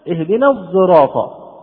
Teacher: اهدنا الصراط في قراءة حمزة، وكلمة الصراط بطول القرآن تنطق هكذا عنده، عند حمزة رحمه الله، تسمى الصاد المشمة أو المشمة صوت الزاي، الصاد المشمة صوت الزاي، أنها يحدث فيها إشمام.